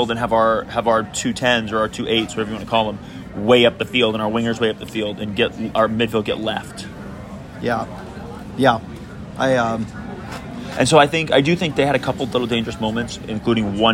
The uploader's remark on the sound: While sitting in San Diego International Airport (apologies for the background noise).